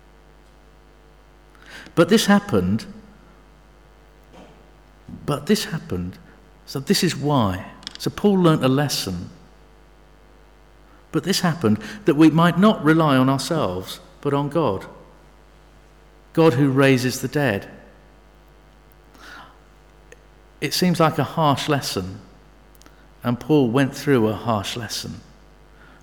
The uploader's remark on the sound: Sermon from St David's Moreton-in-Marsh evening services.